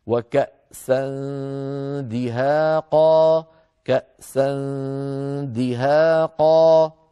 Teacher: لأن الطريق مفتوح جزئيا أمام الدال، اللسان قريب جدا من مخرج الدال غير ملامس له، فإذا انتهى صوت الغنة المطولة النون المخفاة يعني، عندئذ نقرع بطرف ألسنتنا مخرج الدال هكذا، من دون. · Term: الإخفاء